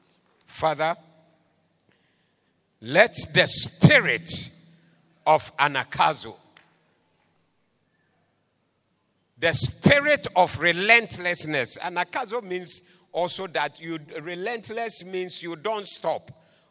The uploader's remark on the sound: Preached at the Doxa Service 09072023